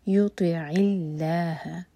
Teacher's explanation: وَمَن يُطِعِ اللَّهَ، عَيْن حَلَق سے، اور اللہ تعالیٰ کے نام میں جو لام ہے اس کو لائٹ پڑھا جائے گا، منہ بھر کر نہیں پڑھیں گے